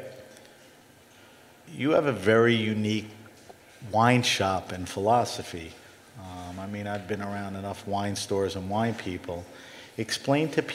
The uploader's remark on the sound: The Grape Nation and Heritage Radio Live at Industry City with Brooklyn Kura Sake and Moore Bros. Wine Shop.